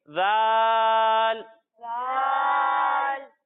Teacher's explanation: جب ہم ذال کی ادائیگی کریں گے تو اس میں سیٹی کی آواز نہیں آئے گی، اور جب ہم زا کی ادائیگی کریں گے تو اس میں سیٹی کی آواز آئے گی.